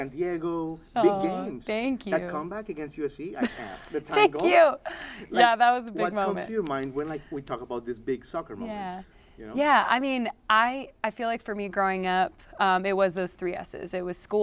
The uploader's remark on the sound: On location from CMA Fest 2022 in Nashville